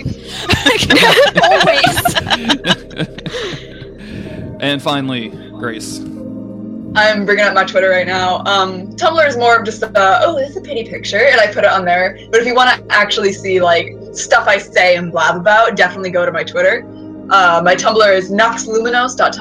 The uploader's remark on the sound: The audio in this is FINE, but as you might imagine, having four people on the same track isn't ideal. I think it's perfectly listenable, just a bit...chaotic, which I think suits the tone of the conversation.